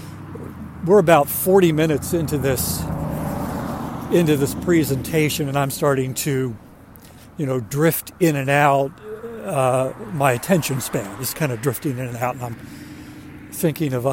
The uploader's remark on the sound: During today's ten-minute accountability walk